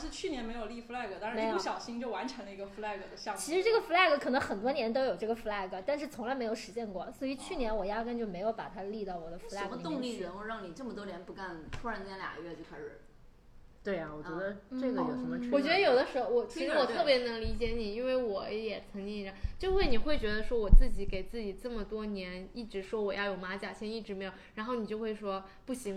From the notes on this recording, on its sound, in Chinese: 本期因收音设备开小差，音质或有些许瑕疵。